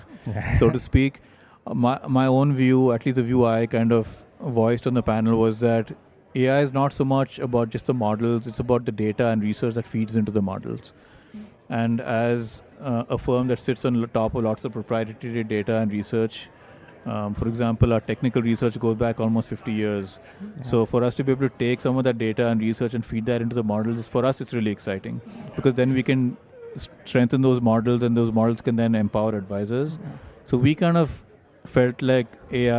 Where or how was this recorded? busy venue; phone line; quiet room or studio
busy venue